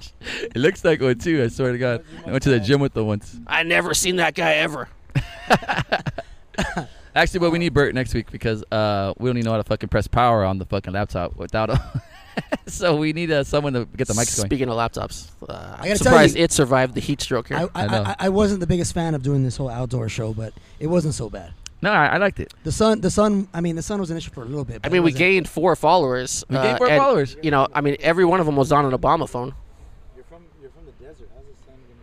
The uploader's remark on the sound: Our 26th adventure finds us outside amongst the savages of uptown Whittier.